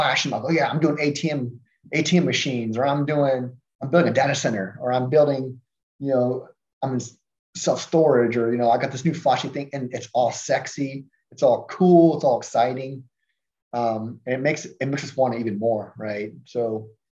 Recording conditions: video call